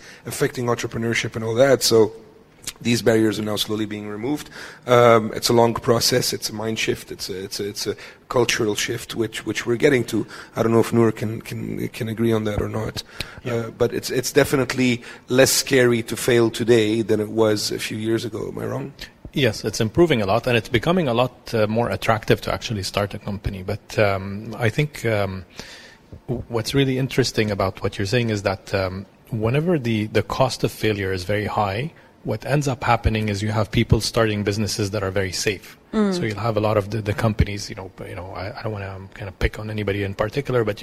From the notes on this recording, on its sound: Live on location at the Etisalat Hello Business Hub